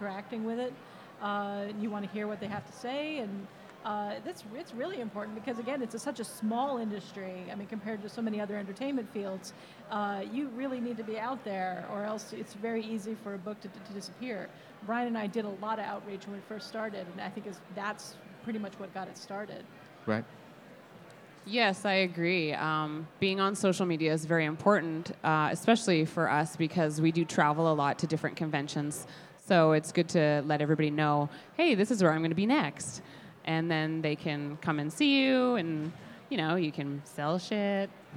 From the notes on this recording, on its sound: Live at Fan Expo. In this live episode at the Vancouver Fan Expo.